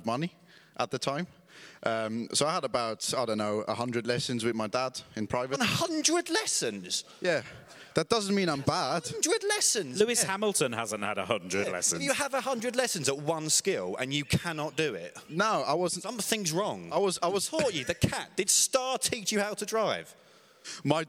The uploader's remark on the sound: Live from Germany. As part of the German Masters, we recorded an episode in front of a live audience. The Berlin Tempodrom is a truly beautiful venue for snooker and we got to use its delightful amphitheatre.